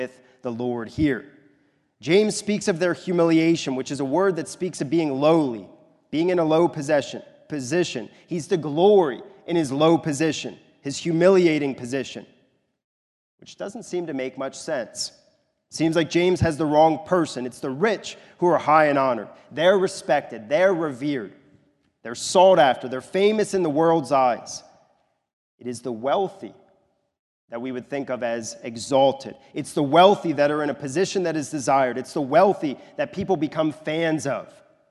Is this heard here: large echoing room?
yes